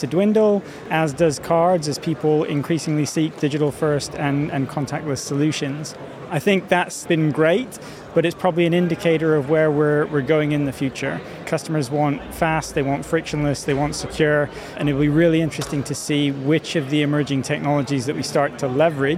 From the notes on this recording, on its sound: The third and final episode from FinTech Connect, recorded in partnership with Freemarket, that took place at the ExCeL in London from 30th November – 1st December. We recorded a series of interviews from the Freemarket booth with a number of the speakers and attendees at the event.